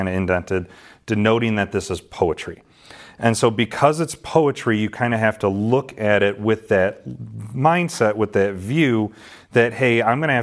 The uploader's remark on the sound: This sermon was delivered to the saints at Calvary Gospel in Ashton, MI on November 13, 2022.